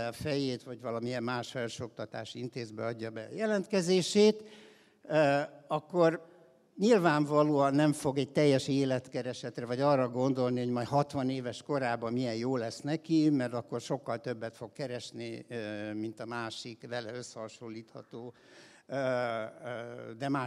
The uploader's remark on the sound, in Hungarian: A hatodik Qubit Live-on tartott előadásában.